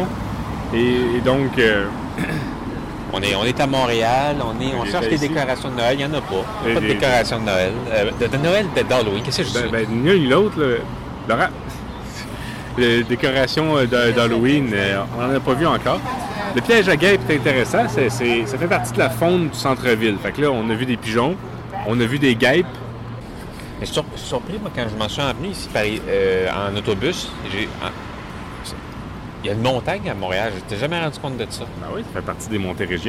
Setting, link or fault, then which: setting, outdoors